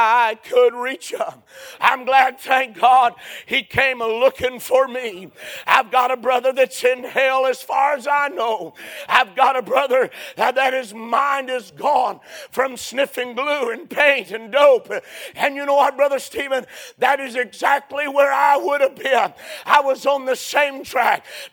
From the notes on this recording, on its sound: A sermon preached Sunday Morning